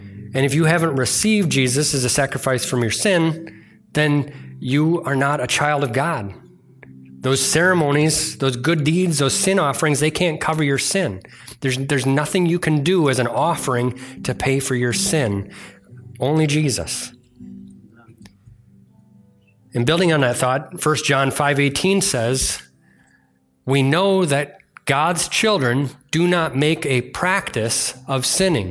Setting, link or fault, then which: setting, large echoing room